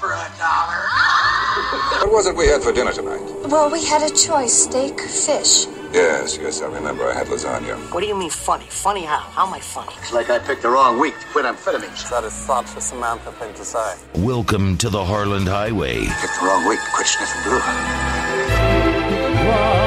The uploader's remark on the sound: calls in during her first trip to a drive thru